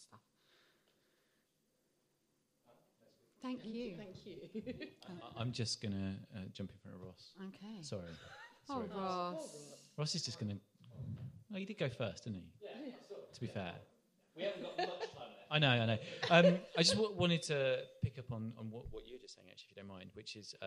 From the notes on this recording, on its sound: followed by an audience Q&A